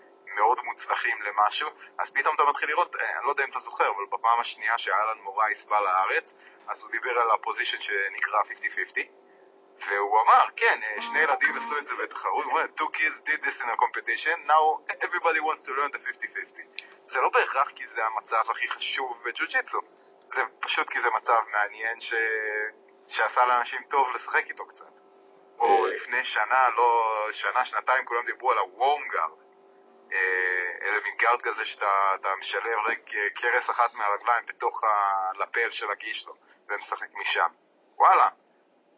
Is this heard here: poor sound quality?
yes